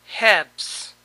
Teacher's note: Aquí tampoco se pronuncia la L.